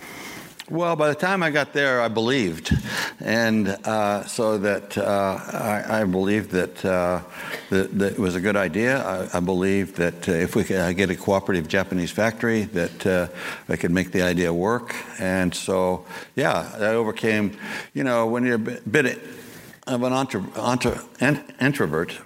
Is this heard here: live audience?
yes